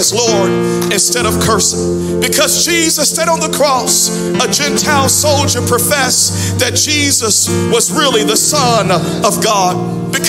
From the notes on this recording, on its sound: Audio from Sunday 11/28/21 Worship Service